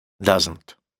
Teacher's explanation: То есть там в серединочке есть «с». Doesn't. Просто произносится как «з».